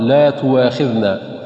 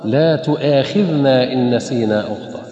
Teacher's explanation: فلا تبدل الهمزة واو بل تبقى كما هي · Shown in: second take